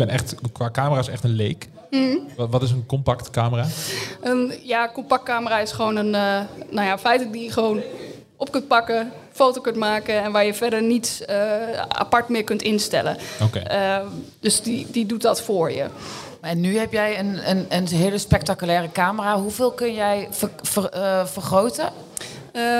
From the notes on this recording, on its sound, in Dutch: Tijdens een live podcast op de Lezersdag van Tubantia.